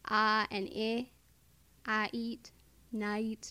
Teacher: emphasize the ah, the night part, and then just throw the e-ish part at the end, like the very, very end, save it as late as possible · Term: diphthong